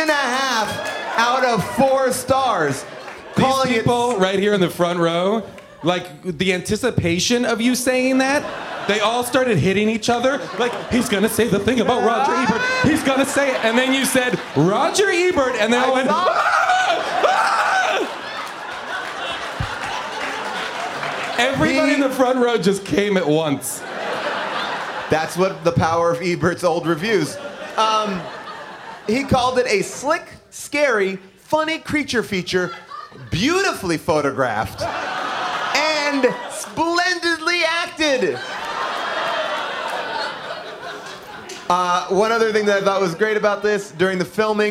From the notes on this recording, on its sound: LIVE from The Bell House in Brooklyn